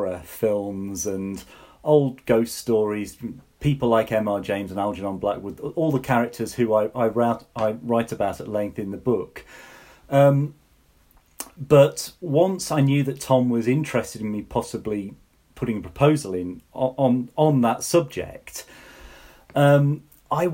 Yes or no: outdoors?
no